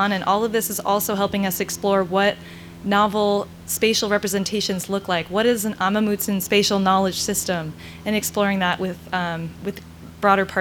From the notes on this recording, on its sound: This recording is from the second half of a panel entitled “Telling the Truth of the California Missions,” which was part of the Telling and Teaching the Truth of the California Missions event.